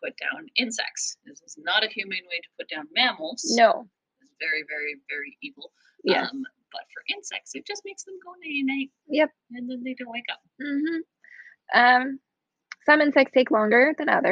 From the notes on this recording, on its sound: RIP to our audio, this is a pilot episode and so there are some minor issues.